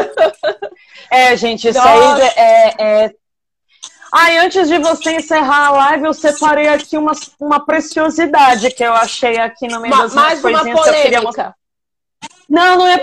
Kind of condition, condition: link, video call